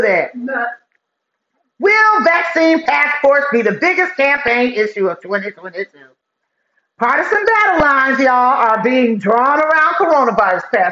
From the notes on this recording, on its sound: I spaced out and forgot to hook up the sound.